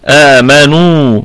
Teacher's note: النون مضمومة وبعدها حرف مد وهو الواو، فتكون آمنوا، ونطيل الصوت بضمة النون فنصلها بالواو وتصير مدا طبيعيا وقفا وأيضا وصلا.